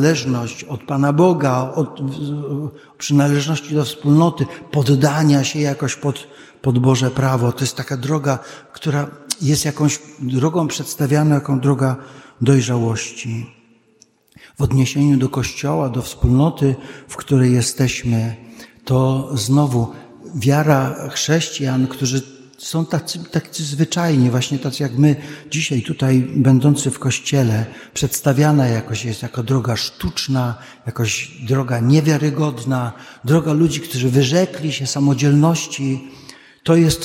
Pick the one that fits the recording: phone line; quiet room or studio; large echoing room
large echoing room